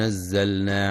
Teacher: ينتبه القارئ لإظهار اللام في كلمة نزلنا وعدم الإدغام